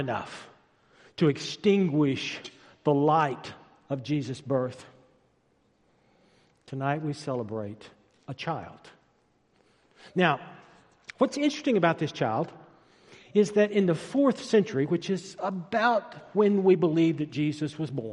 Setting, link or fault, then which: setting, large echoing room